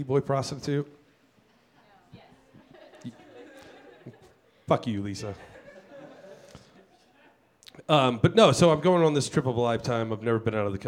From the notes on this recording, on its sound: Recorded in front of a "studio" audience at Mutiny Information Cafe in Denver! Features an intimate acoustic set.